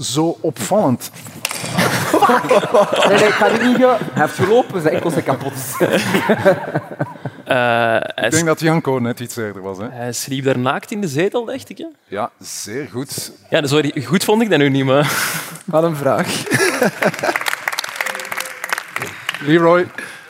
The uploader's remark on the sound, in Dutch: Live op DS Podcastfestival. Live-opname met publiek.